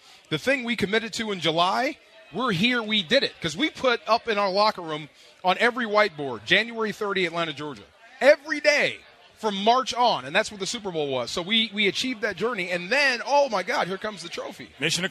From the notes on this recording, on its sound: LIVE from Hollywood Park Casino - and the Lombardi Trophy is in the house. The guys set the scene here at the event with the Lombardi Trophy. All of the listeners here to take pictures with the trophy.